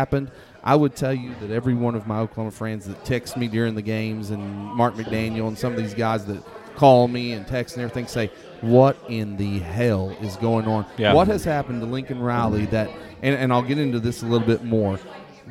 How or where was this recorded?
busy venue